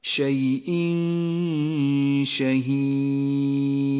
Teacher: إخفاء غنته مرققة لأن هذه الغنة تخرج من الخيشوم ومن مخرج حرف الشين متجافيا عنه قليلا، لون التنوين باللون الأخضر لأنه يغن بمقدار حركتين، هكذا شيء شهيد.